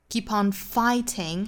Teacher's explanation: t 的发音在英音里爆破十足